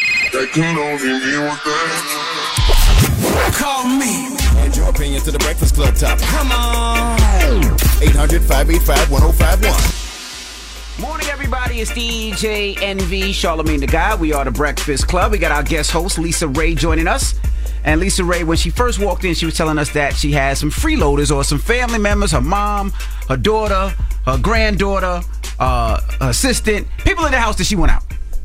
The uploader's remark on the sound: We also open up the phone lines